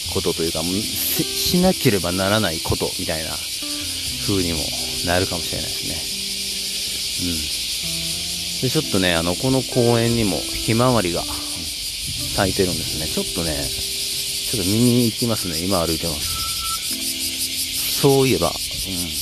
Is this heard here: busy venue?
no